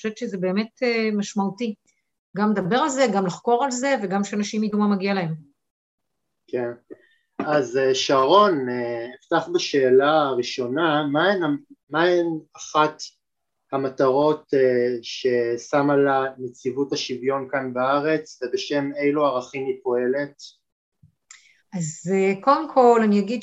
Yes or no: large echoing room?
no